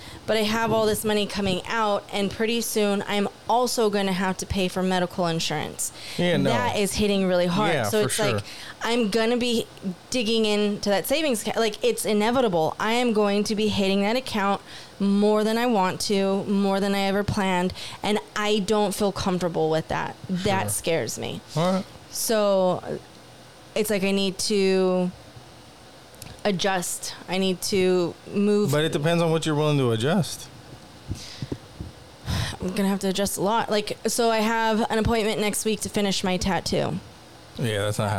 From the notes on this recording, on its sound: It's been hot, the air conditioner was on, it was never turned off during recording. Enjoy the soothing ambient noise of the air conditioner.